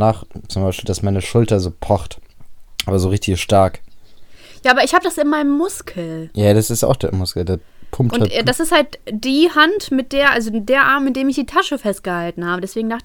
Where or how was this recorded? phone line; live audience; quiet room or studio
quiet room or studio